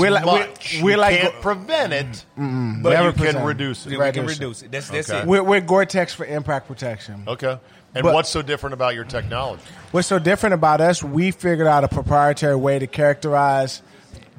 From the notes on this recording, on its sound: Plausibly Live From DC Prime Steakhouse in Ashburn, VA.